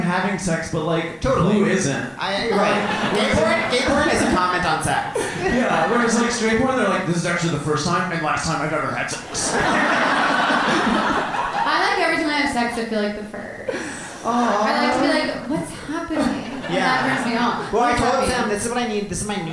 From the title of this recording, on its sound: Live From The Bell House